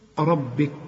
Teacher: الكاف دي من حروف الهمس، يطلع همس مش قلقلة